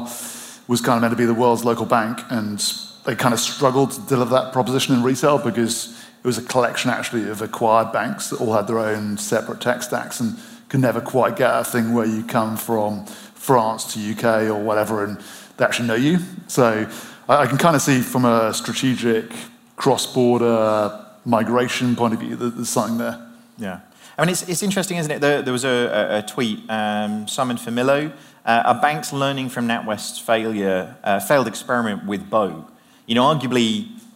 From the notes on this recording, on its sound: are joined live on stage at the Village Underground in London